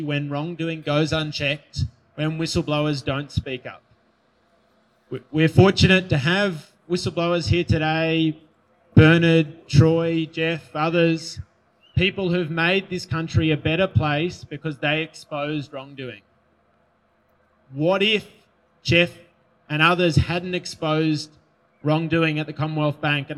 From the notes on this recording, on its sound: Hundreds rallied outside the ACT supreme court on November 13. This is the audio of most of the speeches at that rally.